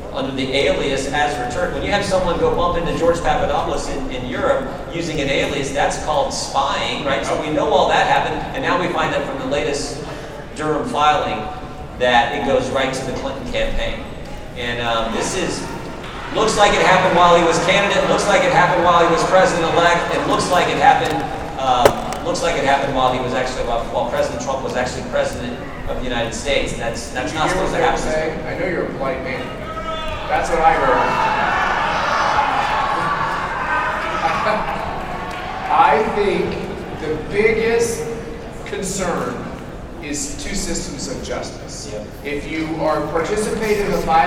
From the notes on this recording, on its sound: Live from CPAC 2022. Live speeches from the conference in Orlando.